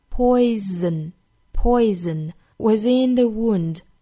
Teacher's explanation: Poison 这个单词中间的这个字母是 S,但是呢不要把它发成 S 的音，应该是一个 Z,浊辅音 Z 。Poison was in the wound. Was 和 in 之间有一个连读啊。Was in the wound.好， wound 这个单词我们看到是一个长元音